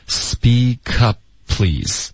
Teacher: 一个停顿代表第一个 p 的音，嘴唇合上了。然后 please,你的嘴唇爆的时候爆第二个 please 的 p.